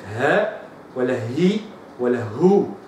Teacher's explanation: تلاحظ أن الهاء تخرج من أعلى أقصى الحلق